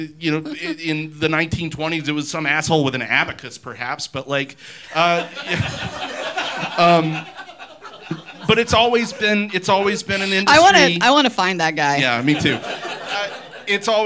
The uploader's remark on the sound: LIVE at the 2023 Sidewalk Film Festival. Recorded Live by Boutwell Studios.